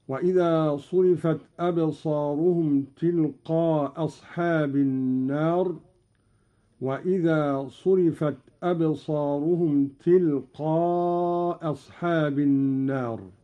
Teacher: قرأ قالون بإسقاط الهمزة الأولى، وله على هذا الإسقاط القصر والمد